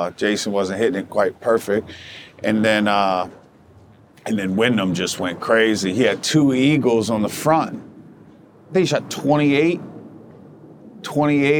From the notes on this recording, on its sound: Shot on location at Top Golf Las Vegas.